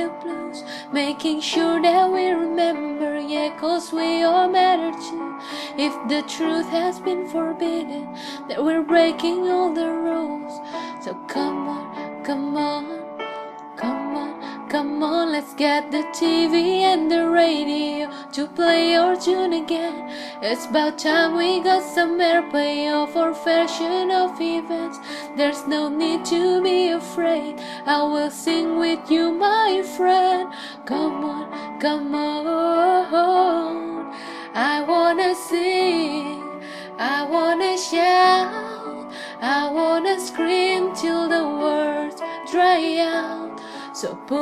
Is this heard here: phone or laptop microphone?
yes